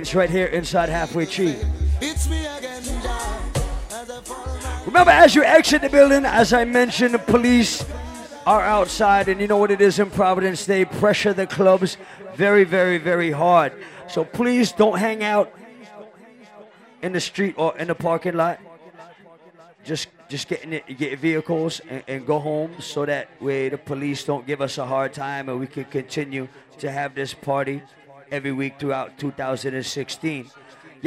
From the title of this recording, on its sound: LIVE AT ISLAND SATURDAYS